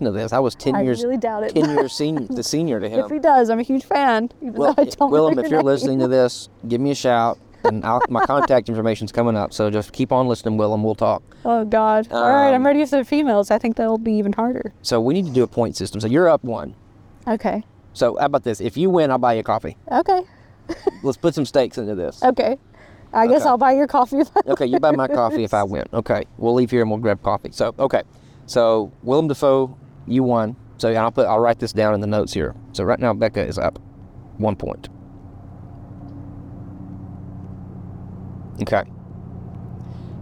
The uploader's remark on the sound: Today, we're recording live at the park on a beautiful sunny day